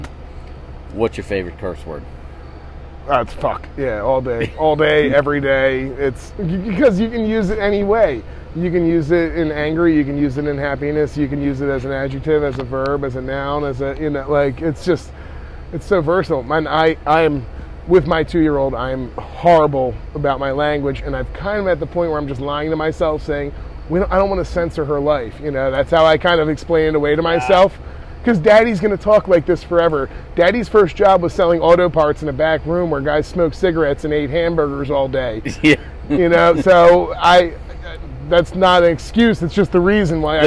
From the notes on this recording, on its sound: Live from the Lansdale Tavern. Doing a live show is always fun.